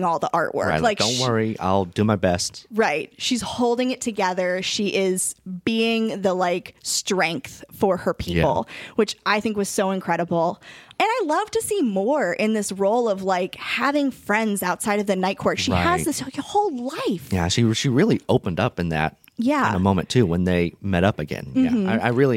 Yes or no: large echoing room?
no